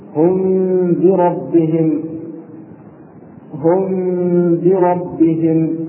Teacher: وهذا الإخفاء يجب أن يكون بغنة مقدارها حركتان، ويسمى بالإخفاء الشفوي لخروجه من الشفة